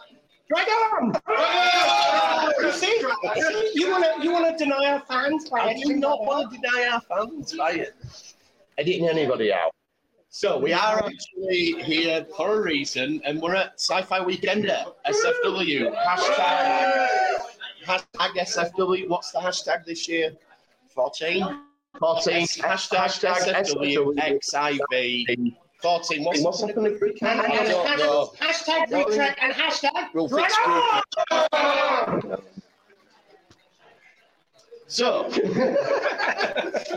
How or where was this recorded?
busy venue